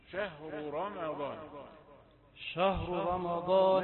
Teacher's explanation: وضح الراء المضمومة والراء المفتوحة بعدها. شهر راء لا تدغمهما.